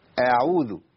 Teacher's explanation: الشيخ بيقول لك ما تفخمش الهمزه، ما تقولش اعوذ بالله، اعوذ ما تنفع. · Term: رق الهمزه